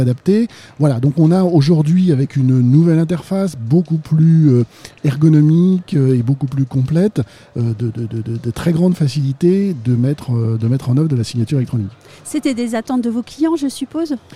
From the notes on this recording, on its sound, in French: Un épisode enregistré au RENT 2022.